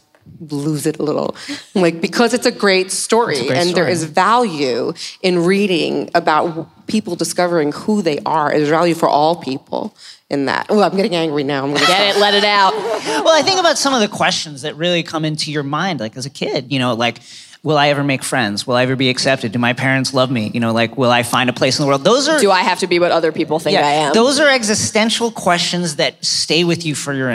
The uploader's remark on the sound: Live From LeakyCon 2018